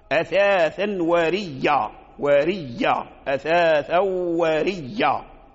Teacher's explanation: إذن قالون قرأ أثاثا وريا وريا أثاثا وريا بإدغام الياء مشددة، أبدل الهمزة ياء وأدغم الياء في الياء